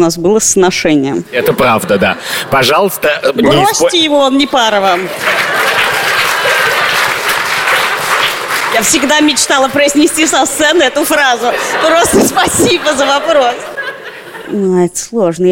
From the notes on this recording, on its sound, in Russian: Открытая запись подкаста в ДК «Рассвет».